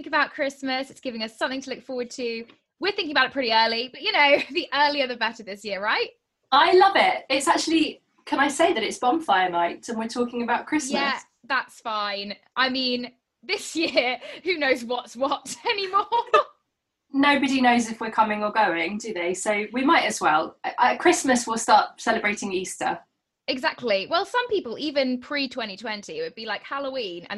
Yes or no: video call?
yes